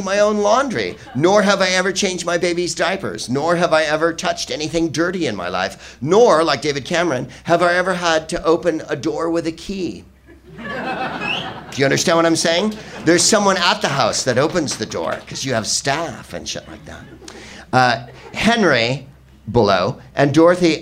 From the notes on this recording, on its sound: Live from the Soho Theatre in London